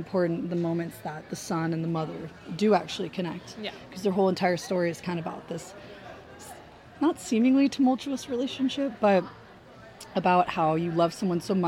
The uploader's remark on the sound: AFI FEST Live. We are live, on-location at the TCL Chinese Theatre for AFI FEST 2023.